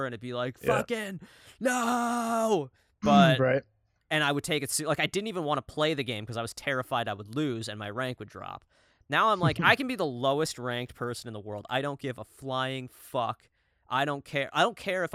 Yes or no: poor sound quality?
no